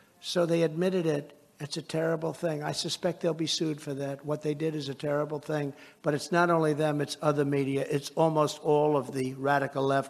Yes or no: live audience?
yes